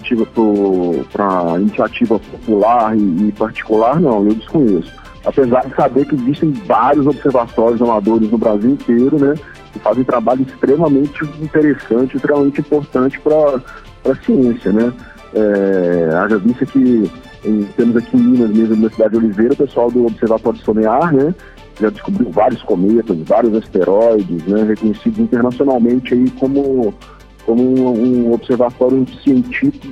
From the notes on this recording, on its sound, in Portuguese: conversei com ele, por telefone